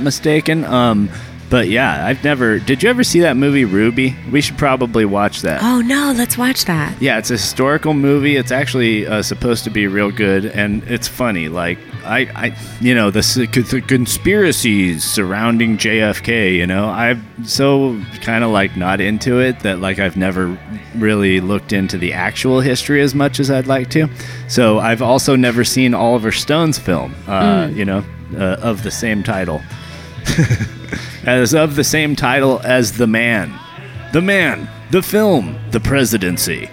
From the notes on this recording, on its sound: coming live from Downtown Blues Coffee in Las Cruces New Mexico